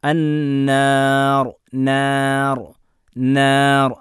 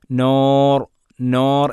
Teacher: എല്ലാം തർക്കീക്കാണ്, ലോലമാക്കി ഉച്ചരിക്കുന്ന അക്ഷരമാണ്, തഫ്ഹീമിന് അക്ഷരമല്ല · Shown in: first take